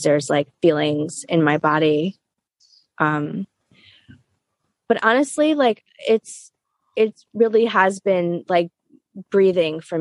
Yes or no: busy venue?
no